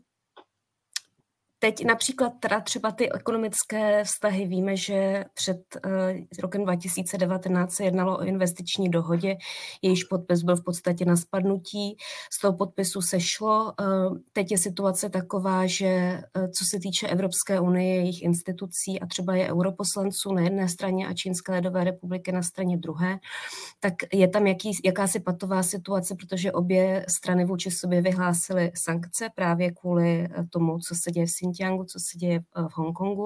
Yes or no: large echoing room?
no